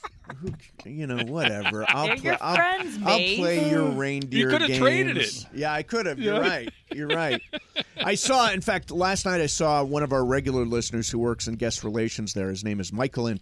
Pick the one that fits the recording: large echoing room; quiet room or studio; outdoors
outdoors